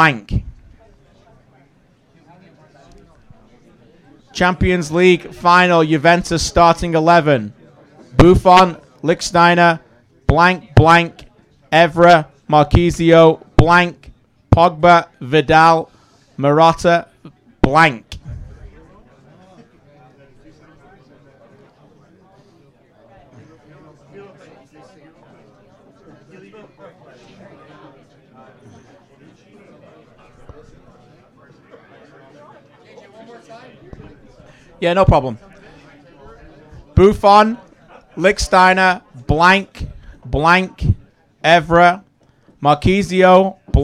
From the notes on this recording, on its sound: Brings his annual Quiz to the big stage and the Soccer Talk audience plays along.